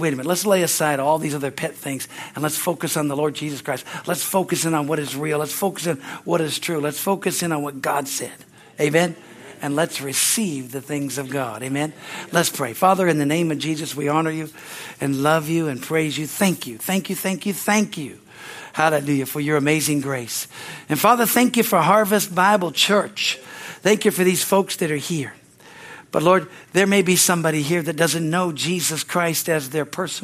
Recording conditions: large echoing room